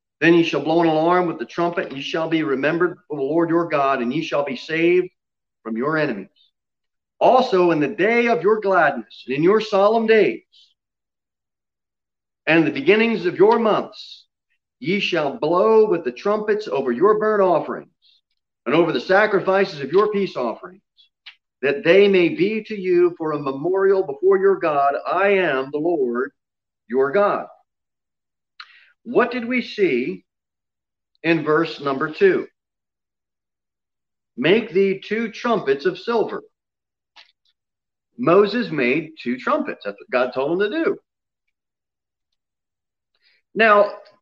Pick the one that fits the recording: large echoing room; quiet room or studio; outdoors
large echoing room